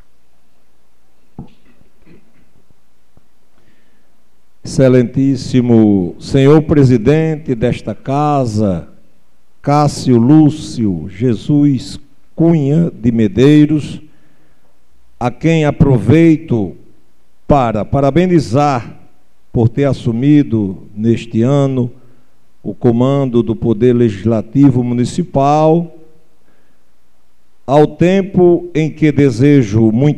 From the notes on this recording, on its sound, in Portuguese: 02ª Sessão Ordinária de 2023 do Poder Legislativo do município de Jardim do Seridó/RN. Transmitido ao vivo no dia 06 de março de 2023, diretamente do Plenário Dr. Manoel de Medeiros Brito, anexo I da Câmara Municipal.